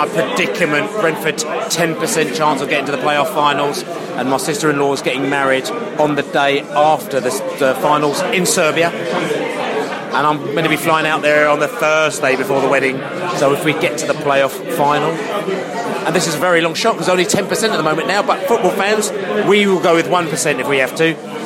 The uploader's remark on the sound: post-match podcast from the pub